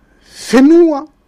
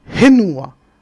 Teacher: Et dans le sud, dans le nord, Henua, le H. La lettre F ne se prononce uniquement que dans le sud des Marquises. · Shown in: first take · C'est la seule lettre que le Nord ne prononce pas, du moins dans la langue traditionnelle.